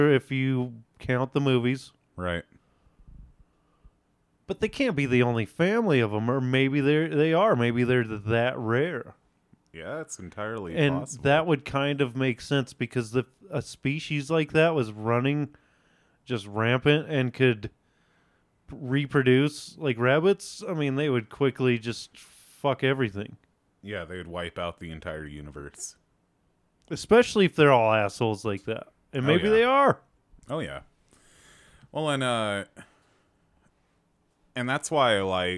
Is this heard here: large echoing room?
no